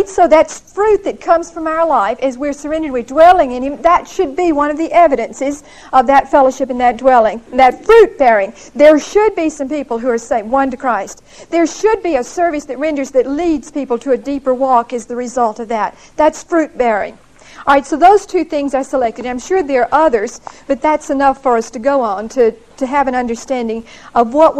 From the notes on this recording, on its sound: Recorded 11/11/1975 at Whitesburg Baptist Church.